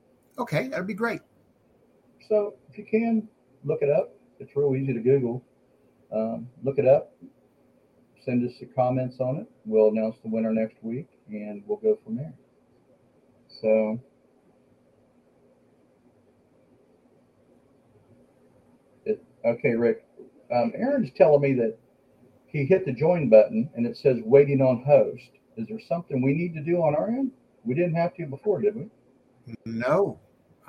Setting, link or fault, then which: fault, poor sound quality